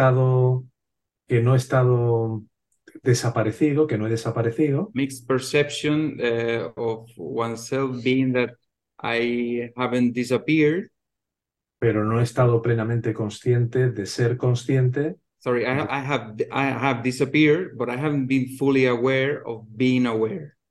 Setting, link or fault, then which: link, video call